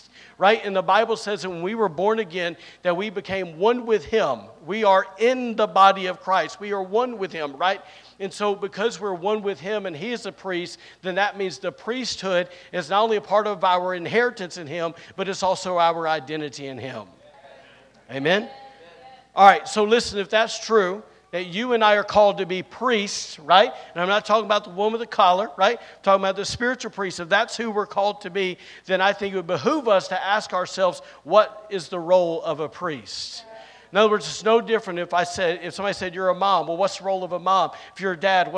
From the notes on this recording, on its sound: recorded on Sunday, April 2nd, 2023, during service at The Anchor Church in Rockport, Maine